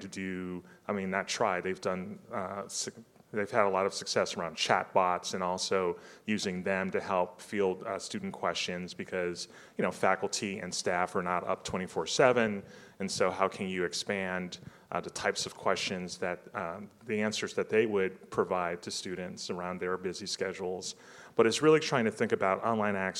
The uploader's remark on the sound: This is a special live episode of the podcast recorded in Austin at the SXSW EDU event this past March.